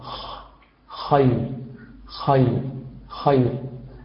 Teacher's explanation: فحرف الخاء فيه صفة تعرف تسمى بالهمس، والهمس هو هذا الصوت الذي تسمعه في بداية حرف الخاء